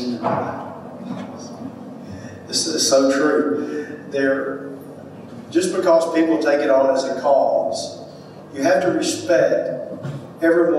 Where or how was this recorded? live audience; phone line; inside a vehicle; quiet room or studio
live audience